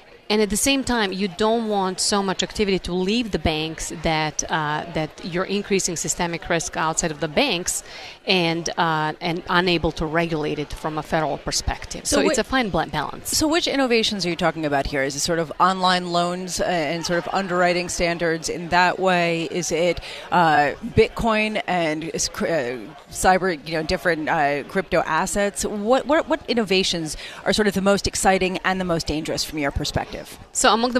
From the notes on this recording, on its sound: Broadcasting live from the Federal Reserve Bank of Boston for the opening day of Boston FinTech Week 2019, powered by FinTech Sandbox.